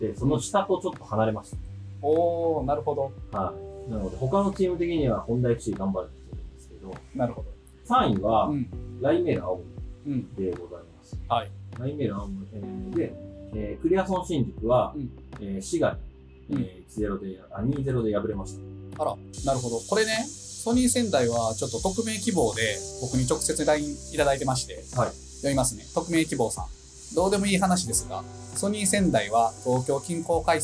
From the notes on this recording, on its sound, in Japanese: 工事BGM...音質悪くてすいません。